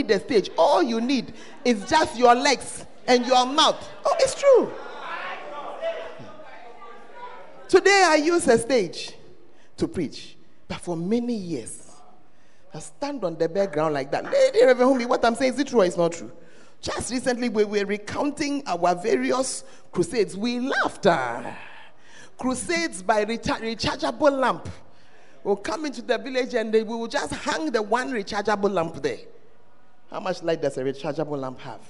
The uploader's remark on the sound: Preached at the First Love Center, Ayeduase